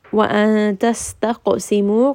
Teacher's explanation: وَأَن تَسْتَقْسِمُوا، قَاف is going to be heavy. And then قَاف is also a letter of قَلْقَلَة، so make sure that you do give it a little bit of that bounce